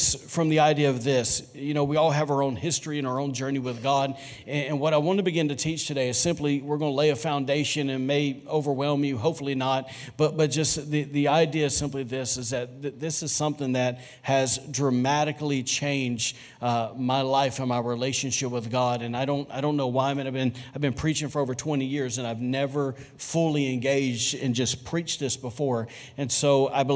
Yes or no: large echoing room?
yes